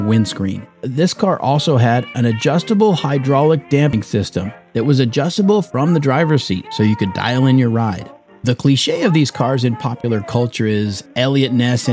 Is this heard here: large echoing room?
no